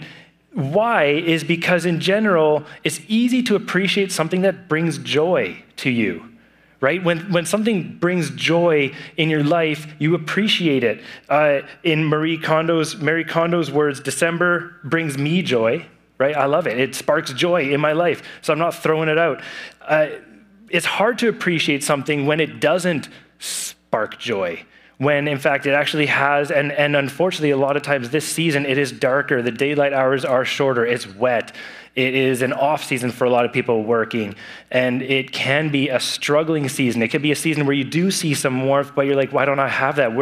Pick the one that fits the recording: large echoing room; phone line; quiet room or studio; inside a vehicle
large echoing room